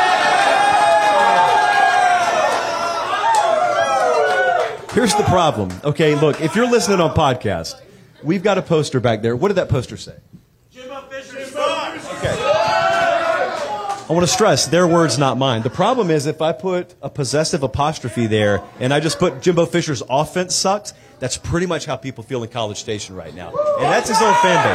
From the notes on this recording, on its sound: All that plus a loaded Q&A live from Tuscaloosa and added best bets on the Ramen Noodle Express.